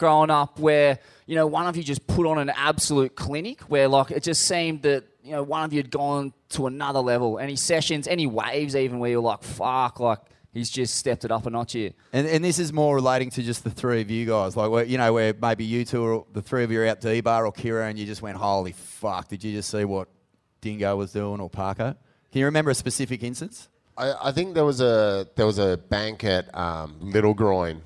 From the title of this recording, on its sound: LIVE from the Cooly Hotel